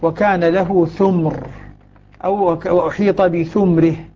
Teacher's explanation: أبو عمرو الذي هو يضم مع الذين يضمون، يضم الثاء لكنه يسكن الميم. والإسكان في الميم حصل، يعني يقول وكان له ثمر أو وأحيط بثمره، بإسكان الميم على مع بقائه ضاما للثاء.